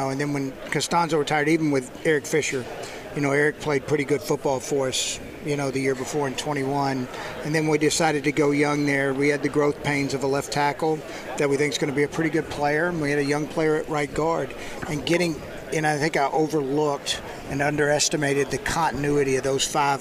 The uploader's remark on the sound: Live From the NFL Combine!